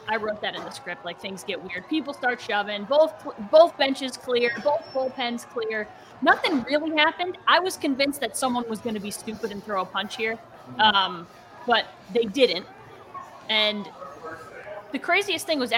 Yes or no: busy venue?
yes